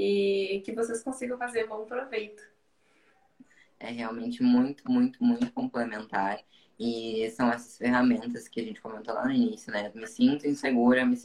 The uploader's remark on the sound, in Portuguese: Este episódio é uma gravação de uma live que rolou lá no instagram